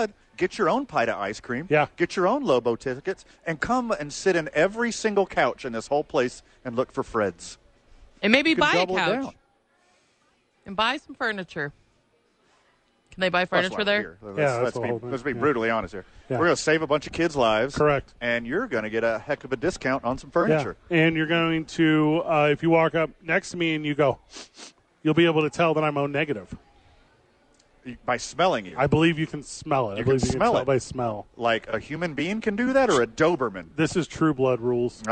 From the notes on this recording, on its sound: Live at American Home Furniture supporting a blood drive.